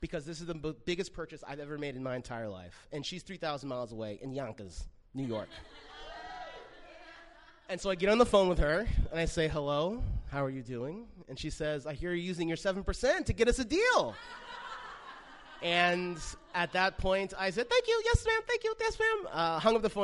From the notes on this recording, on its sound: recorded live 10.03.16 in Los Angeles